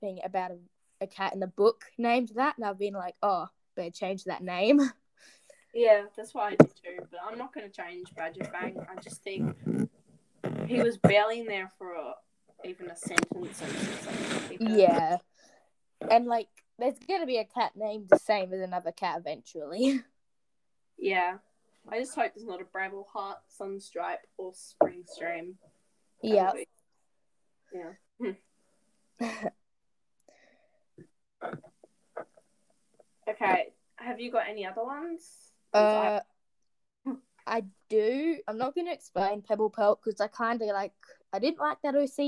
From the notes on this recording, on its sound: Audio quality is very bad.